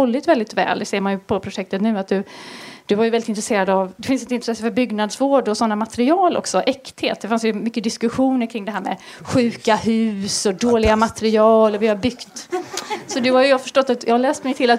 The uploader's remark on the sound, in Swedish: Livepodden är ett samarbete mellan Staden podcast och Arkitema och spelades in den 18 april inför publik i Malmö.